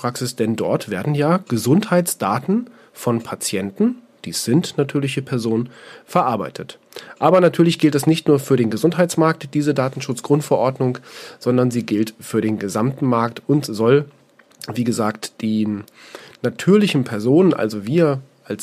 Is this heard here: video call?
no